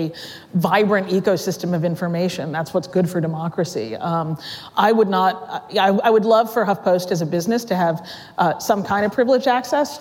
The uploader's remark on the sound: Live at Code Media 2018